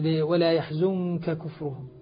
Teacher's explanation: أن النون مع الكاف مخفاة، ومخفاة مع الغنة